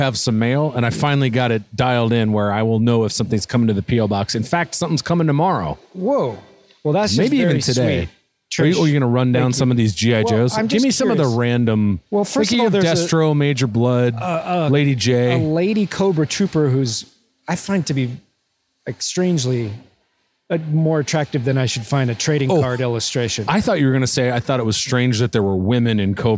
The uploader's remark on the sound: as they walk a local mall